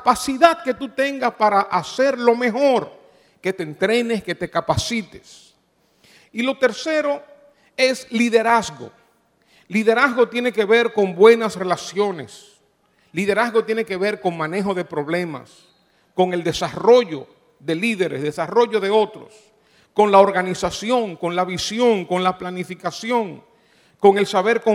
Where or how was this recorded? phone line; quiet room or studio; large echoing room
large echoing room